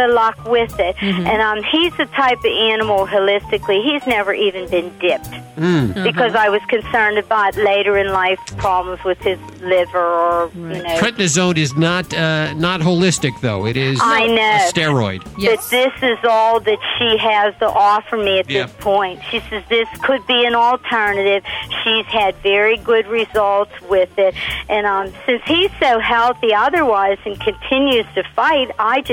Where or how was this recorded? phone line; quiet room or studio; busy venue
phone line